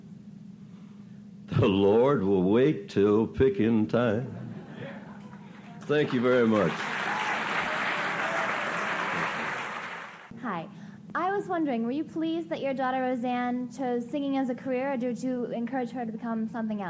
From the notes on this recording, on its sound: Recorded at the 1988 Academy of Achievement Summit. Asnwered a few questions from the students.